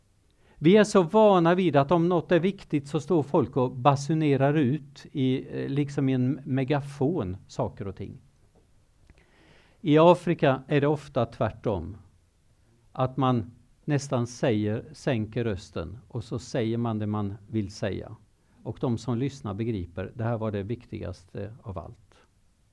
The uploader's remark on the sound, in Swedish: Föreläsningen är en inspelning från bibelkonferensen 2019.